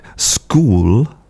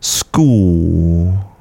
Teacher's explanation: So if we have a word like school, now, you could make that extra physical effort and produce that L at the end, lifting your tongue and touching the roof of your mouth · Shown in: first take · but it's a lot of work.